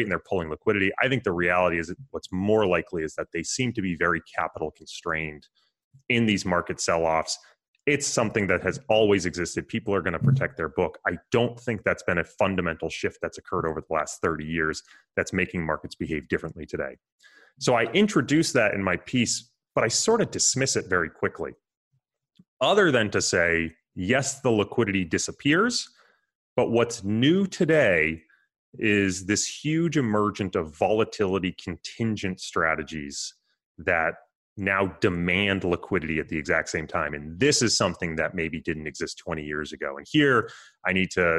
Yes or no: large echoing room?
no